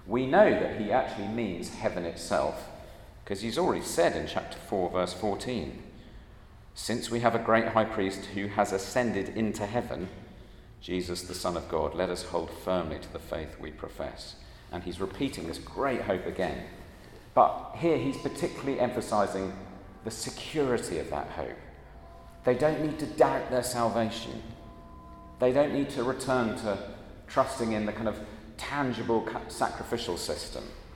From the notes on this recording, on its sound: at a Christians in Parliament Chapel Service which was held in the Chapel of St Mary Undercroft on Tuesday 13th June 2023.